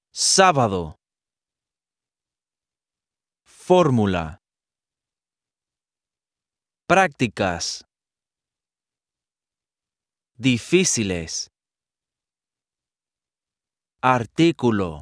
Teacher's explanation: All words that are stressed on the third to last syllable must have a written accent mark on the stressed syllable, regardless of which letter they end in. · Term: palabras esdrújulas